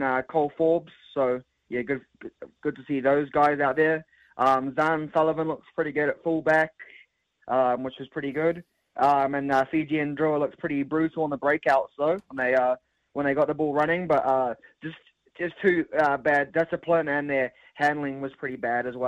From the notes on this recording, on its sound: opens the phone lines